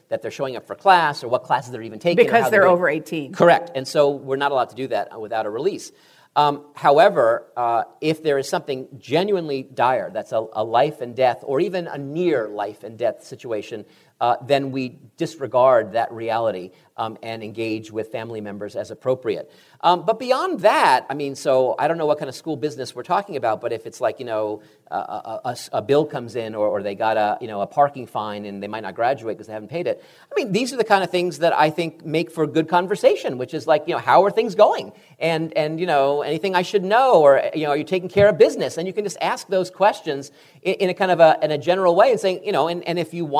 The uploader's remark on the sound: "Higher Ed" recently took the show on the road and taped a few podcast episodes in front of an audience at Southwestern University in Georgetown, Texas.